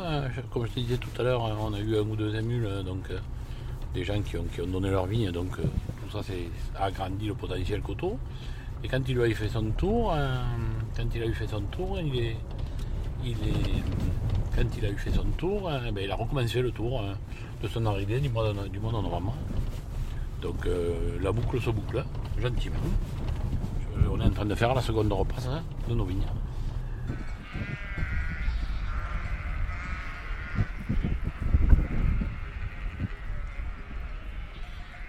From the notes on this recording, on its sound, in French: Enregistré à la fin de l'hiver à Castelnau-de-Guers dans l'Hérault (AOP Picpoul de Pinet, AOP Languedoc, IGP Pays d'Oc). Dans ses vignes à la rencontre du troupeau qu'il héberge.